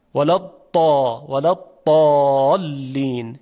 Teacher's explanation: در مصر زاد رو شبیه دال میگن، دال مفخم بهش میگن، ولا طالین، یه چیز شبیه دال هست که با صدای درشت گفته میشه.